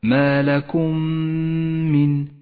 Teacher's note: الميم الساكنة وبعدها ميم متحركة تدغم الميمان مع بعضهما فتصيران ميما مشددة لونت بالأخضر إشارة إلى موقع الغنة. · Term: الإدغام الشفوي